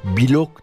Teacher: Blok derken B ile L seslerinin arasına İ sesi sıkıştırıp blok demeyeceğiz